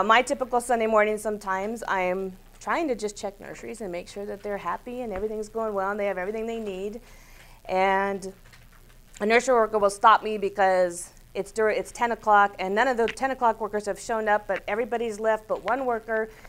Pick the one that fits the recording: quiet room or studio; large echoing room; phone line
large echoing room